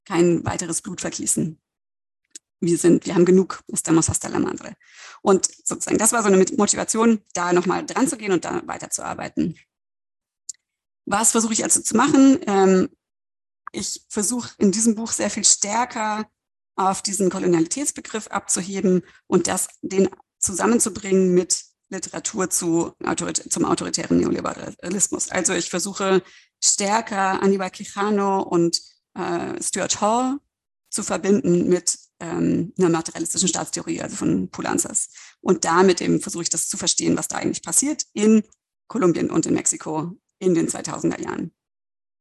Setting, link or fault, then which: link, video call